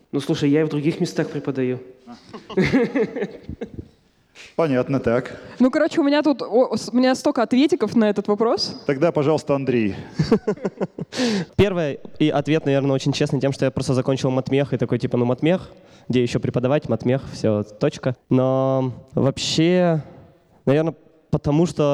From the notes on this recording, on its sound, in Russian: Мы записали этот сезон в рамках встречи с абитуриентами 24 июля. Из-за пандемии всех-всех позвать мы не могли.